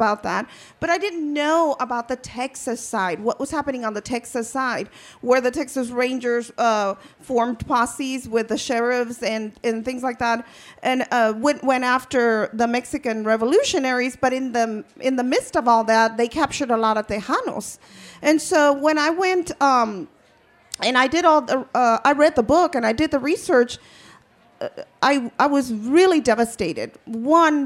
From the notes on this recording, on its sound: 30 Minutes features a panel from the 2017 Tucson Festival of Books.